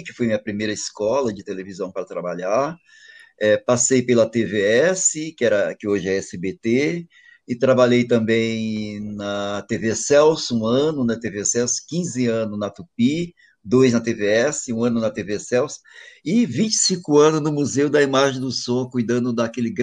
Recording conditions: video call